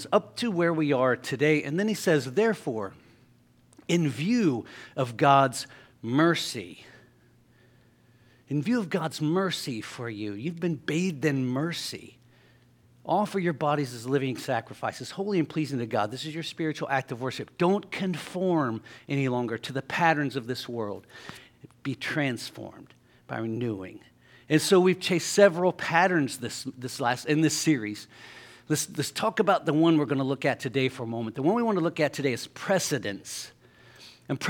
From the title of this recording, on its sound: LIVE Services at Sunshine